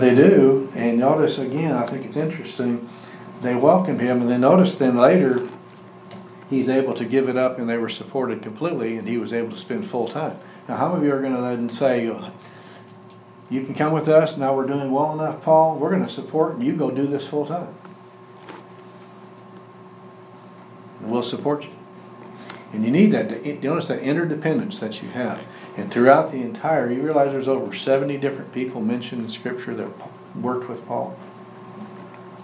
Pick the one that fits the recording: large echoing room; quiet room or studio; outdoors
large echoing room